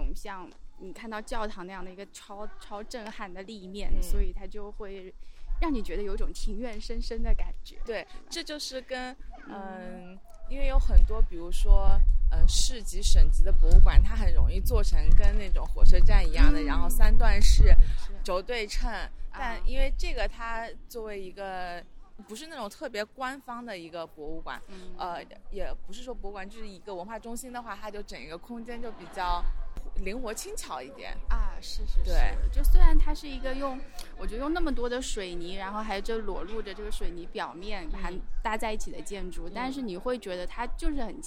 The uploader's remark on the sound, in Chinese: 参观了杭州良渚文化中心（由安藤忠雄设计）和良渚博物院（由大卫·奇普菲尔德设计）。全程都是在室外录音的，背景声里还录到了蝉鸣、鸟叫、飞机、甚至还有卖臭豆腐的小摊儿。由于收音效果不太好，录音较轻，可能麻烦大家听节目时调节音量了。